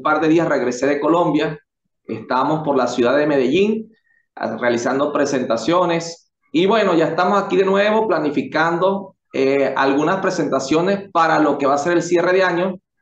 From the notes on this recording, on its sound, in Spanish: Charlamos vías zoom.